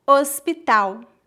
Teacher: o L tem som de U em final de palavras